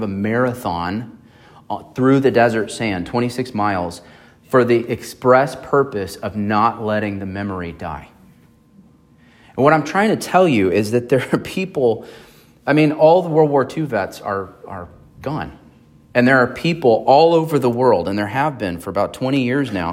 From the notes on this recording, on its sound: on September 10, 2023 at Emmanuel Baptist Church in Fallbrook, California.